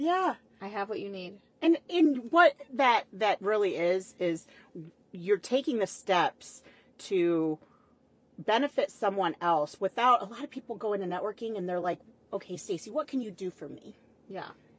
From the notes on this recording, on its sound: We may or may not have recorded this in my Truck, In her drive way, drinking a glass of red.